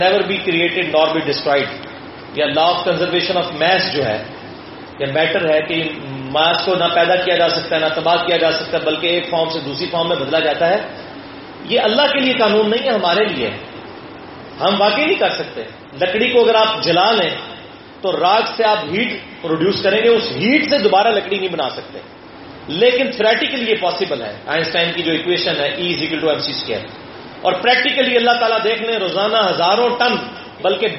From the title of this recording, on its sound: Audio Recorded in Quaid-e-Azam University Islamabad on 19-May-2016